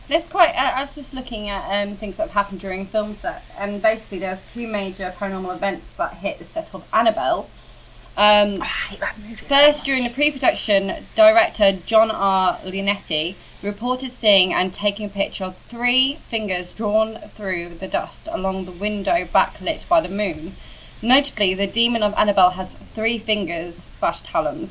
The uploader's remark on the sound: Who is getting a new tattoo as we record.